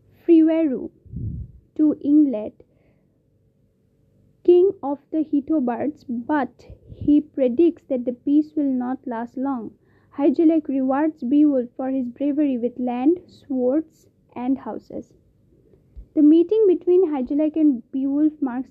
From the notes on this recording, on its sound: ignore the voice cracks and the background sound